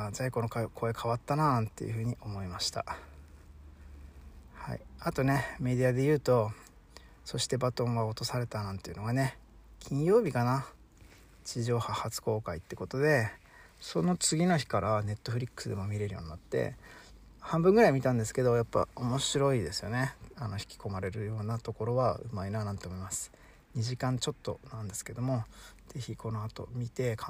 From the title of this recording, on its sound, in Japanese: 朝8:00公園にて